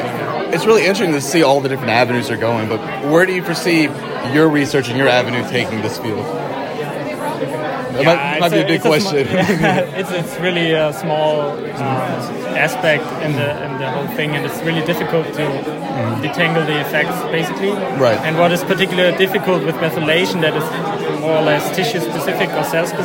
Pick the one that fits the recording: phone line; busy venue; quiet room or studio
busy venue